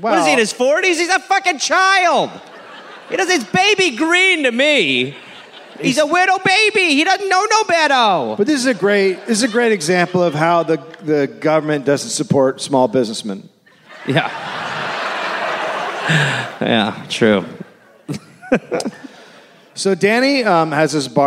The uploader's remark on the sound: Live in Cleveland